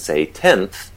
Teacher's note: the voiceless dental fricative, it has to be articulated on the edge of your teeth. And so the N is also articulated on the edge of the teeth.